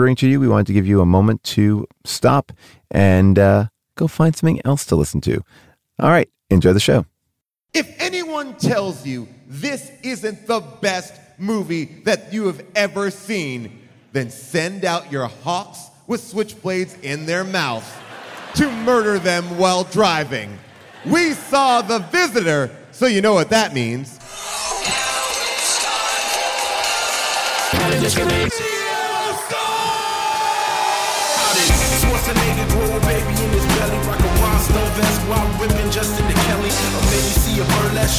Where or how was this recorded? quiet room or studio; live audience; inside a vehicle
live audience